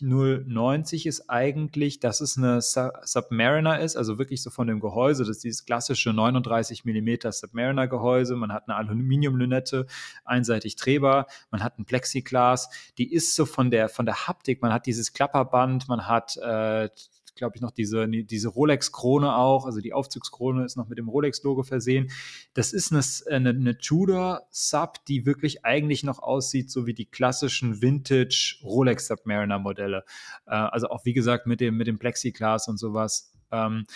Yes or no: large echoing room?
no